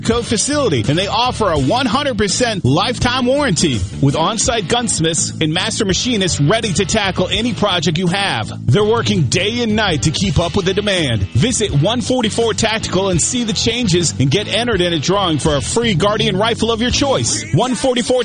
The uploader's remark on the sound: LIVE from Laurel, MS at the Sportsplex for The 2021 Dixie National World Series